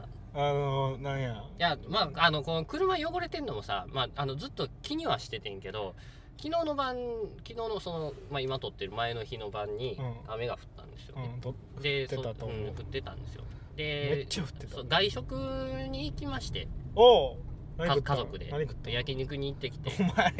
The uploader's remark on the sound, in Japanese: 撮って出しのおまけ配信。ぐちゃラジの車窓から。